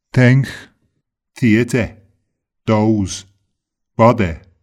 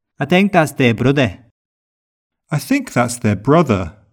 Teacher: The TH sounds can be pronounced as a dental T and D in Scouse.